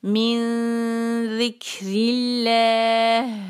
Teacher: हम अल्लाह के यहाँ पे लाम को बारीक रखेंगे